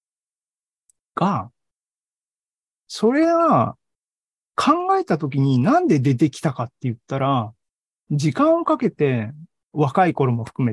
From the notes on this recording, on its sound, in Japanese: ２０２３年３月２９日に開催した ZOOMライブの模様です